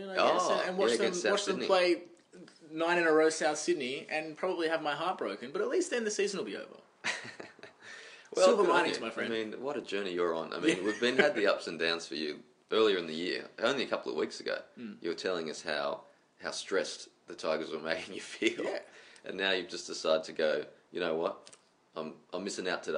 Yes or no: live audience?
no